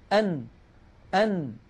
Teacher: اسمعوا لو سمحتم، أم أم، نلاحظ بأن الصوت قد اختل، وما قلناه عن الميم ينطبق على النون، فالنون تتألف من جزء لساني سوف نتكلم عنه عند كلامنا على الحروف اللسانية، ويصاحب هذا الصوت من الخيشوم وهو الغنة